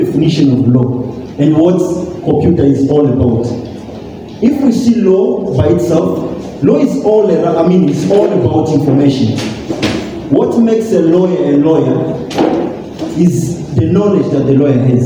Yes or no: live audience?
yes